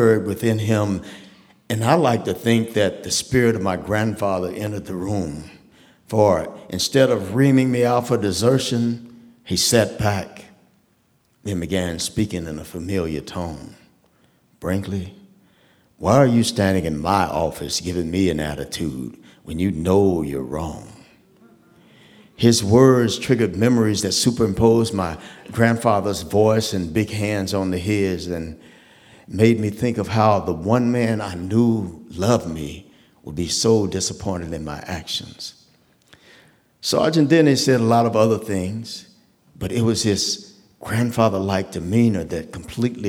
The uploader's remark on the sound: The Moth Radio Hour: Live from Dayton. A special live edition of The Moth, brought to you from the Victoria Theater in Dayton, Ohio.